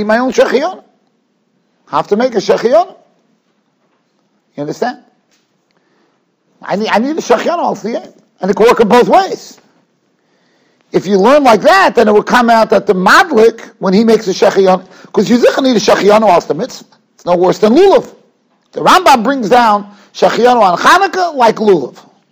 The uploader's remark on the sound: Shiur recorded in Yeshivas Ohr Reuven, Monsey, NY.